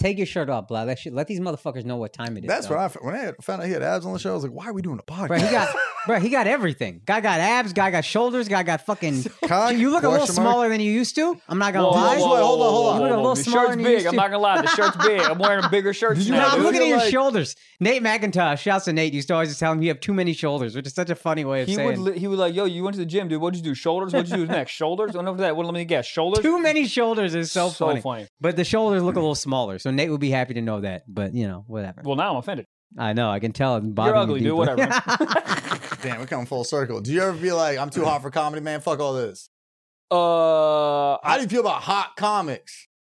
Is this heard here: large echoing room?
no